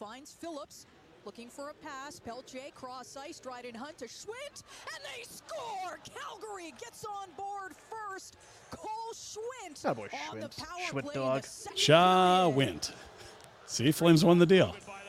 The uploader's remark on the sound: Live from Tower Chrysler